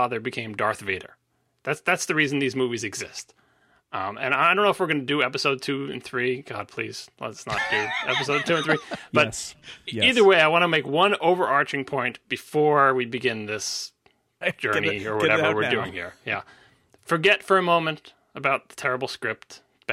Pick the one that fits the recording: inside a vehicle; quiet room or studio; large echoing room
quiet room or studio